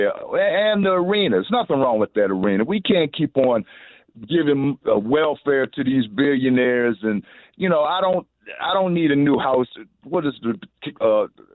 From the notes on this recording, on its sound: goes to the phones to talk to people from all around the DMV